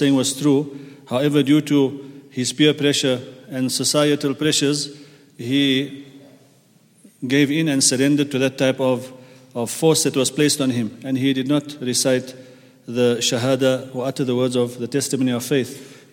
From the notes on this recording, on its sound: at the Houghton Masjid (West Street)